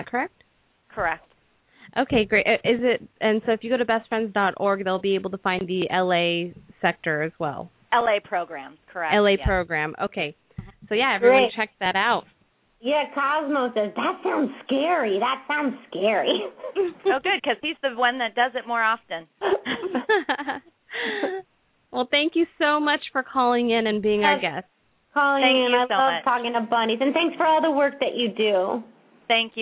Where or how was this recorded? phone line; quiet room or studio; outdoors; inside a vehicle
phone line